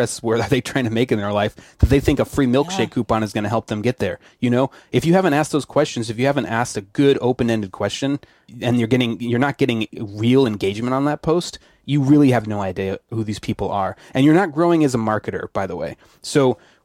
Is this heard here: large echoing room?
no